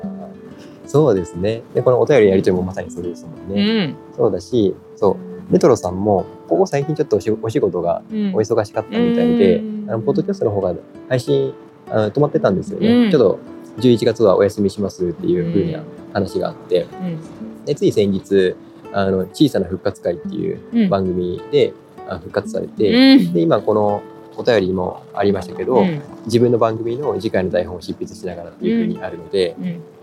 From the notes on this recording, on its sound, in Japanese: 屋外収録のため少し賑やかです。